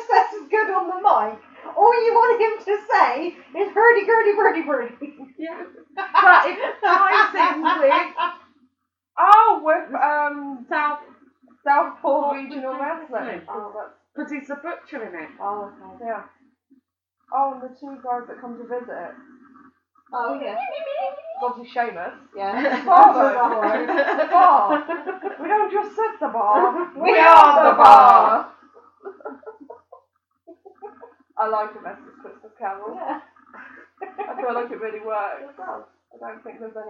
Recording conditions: poor microphone